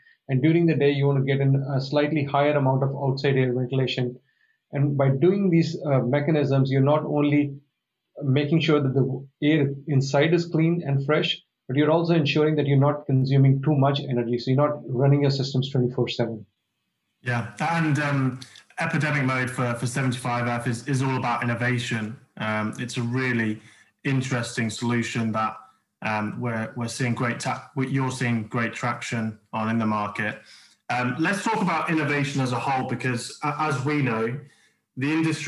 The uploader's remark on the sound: It's our first ever CM Conversations recorded via LinkedIn Live.